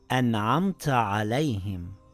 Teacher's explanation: Now, if there is a noon sakin or tanween followed by these six throat letters, which are known as letters of idhar, then you pronounce the noon or tanween clearly without ghunna or ikhfa